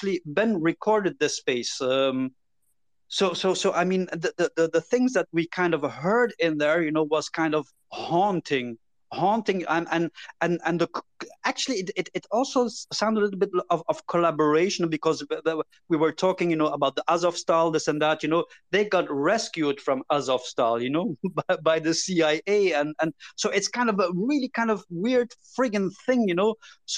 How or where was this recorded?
video call